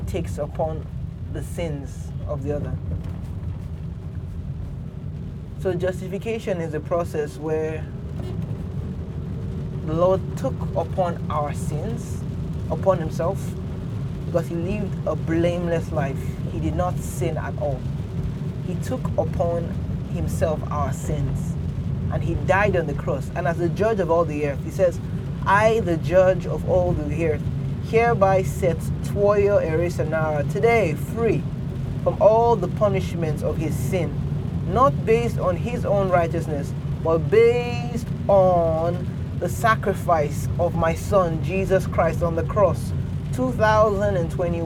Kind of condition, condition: setting, inside a vehicle